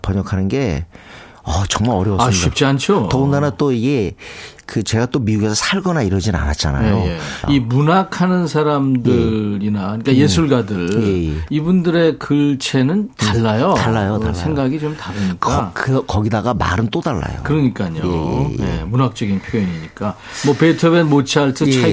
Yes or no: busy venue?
no